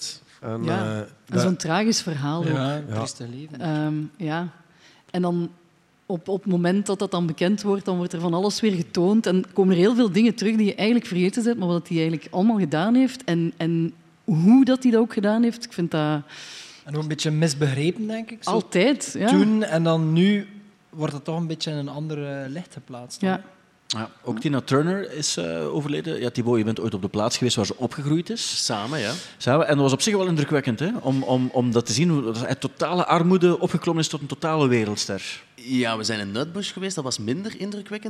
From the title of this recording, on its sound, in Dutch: De Popcast van het jaar live in AB